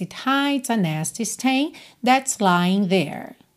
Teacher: It hides, atenção que o E é mudo, tá? Vai do D direto pro S.